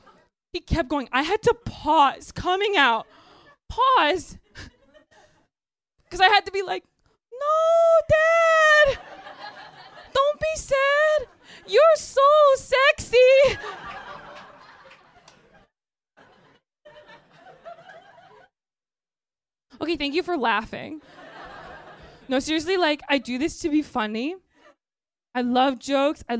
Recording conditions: live audience